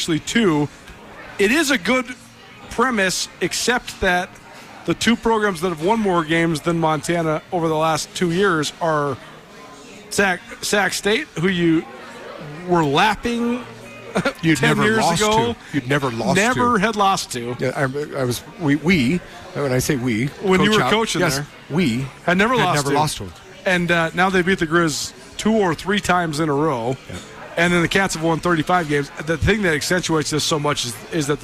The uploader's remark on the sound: live from the Rockin R Bar in downtown Bozeman